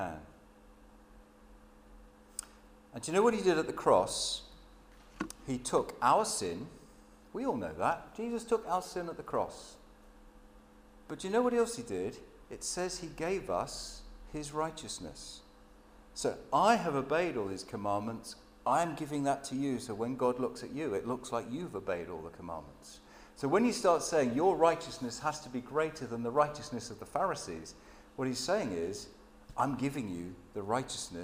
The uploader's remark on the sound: Sermon at St James Alperton